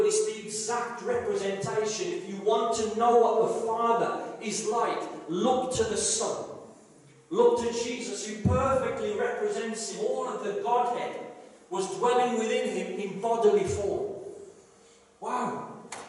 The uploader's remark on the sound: This is a live recording and at times the sound quality may not be the best due to external circumstances.